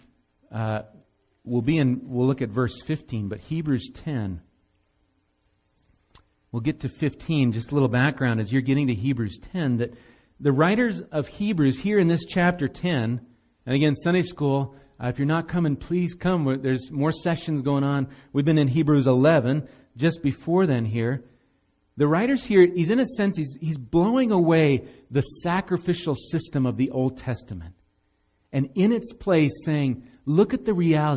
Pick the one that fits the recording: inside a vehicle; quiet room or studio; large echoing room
large echoing room